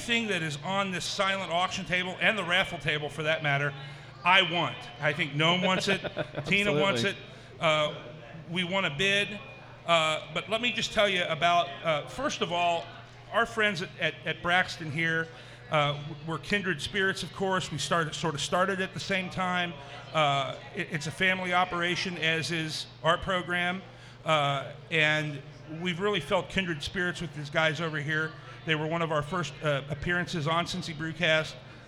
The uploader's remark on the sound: We once again are live at Braxton Brewing Company in Covington, KY.